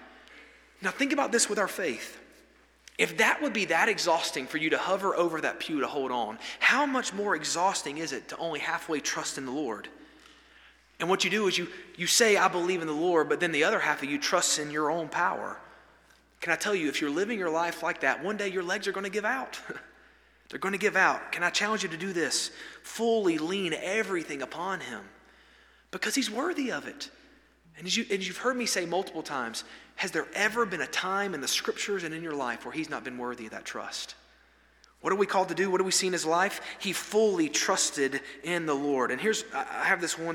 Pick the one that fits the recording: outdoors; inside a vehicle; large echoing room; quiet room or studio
large echoing room